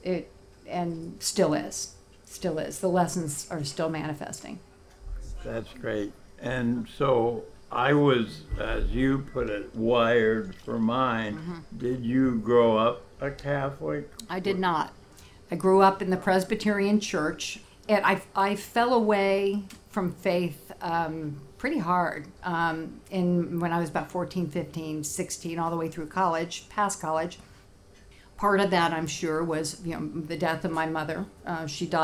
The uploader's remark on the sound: Recorded live at the legendary Red Key Tavern, November 21, 2016